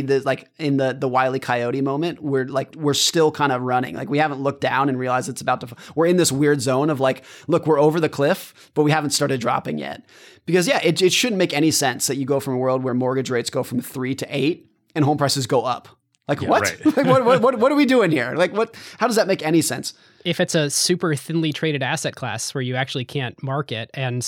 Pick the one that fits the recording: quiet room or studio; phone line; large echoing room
quiet room or studio